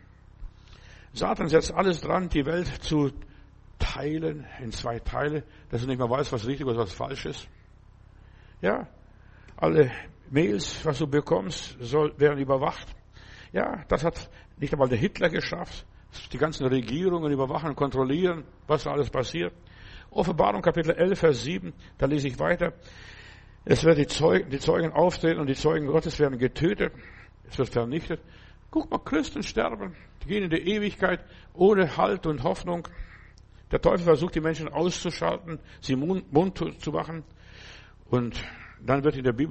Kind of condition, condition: setting, large echoing room